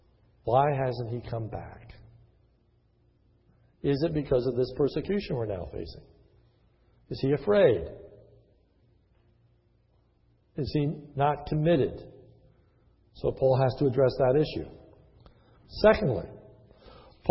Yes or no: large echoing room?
yes